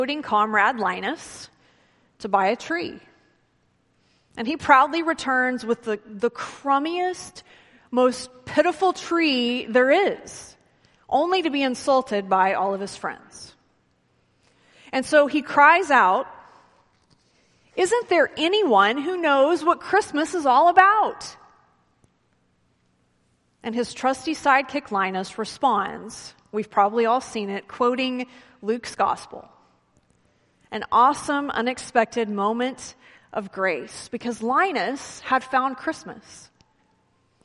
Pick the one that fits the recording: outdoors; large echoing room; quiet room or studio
large echoing room